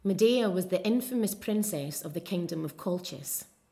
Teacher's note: The accent is rhotic, the R is being pronounced in all positions, and you also get that short U vowel in a word like looked.